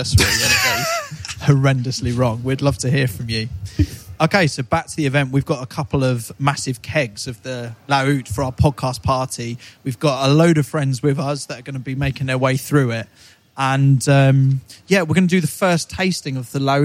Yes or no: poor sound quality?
no